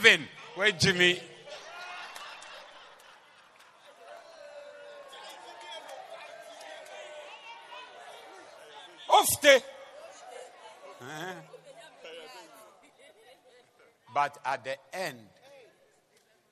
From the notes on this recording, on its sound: Preached at the Zeloo Service (The Way-Swollen Service).